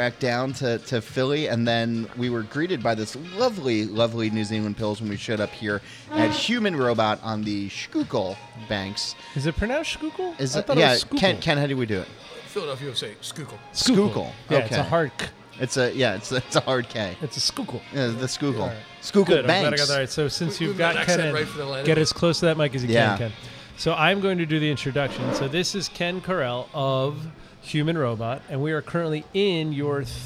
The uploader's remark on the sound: We’re hitting this road this week for the first of four Philly shows recorded last week at Human Robot’s new spot along the Schuykill River.